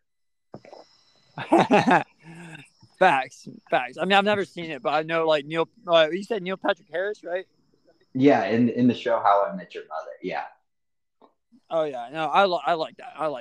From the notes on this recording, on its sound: he was recording outside